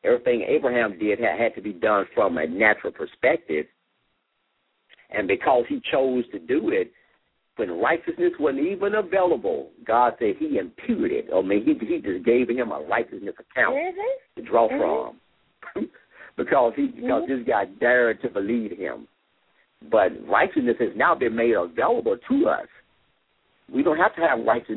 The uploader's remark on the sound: LML uses a progressive live call in format.